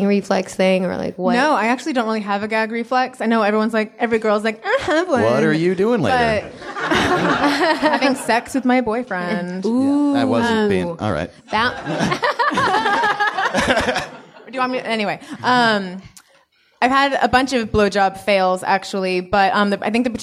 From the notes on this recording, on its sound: Recorded live at Nerdist Theatre.